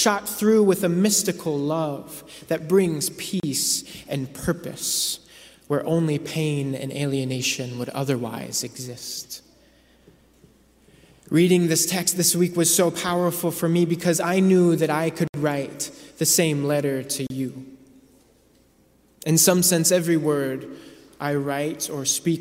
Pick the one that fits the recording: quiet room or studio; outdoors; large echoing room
large echoing room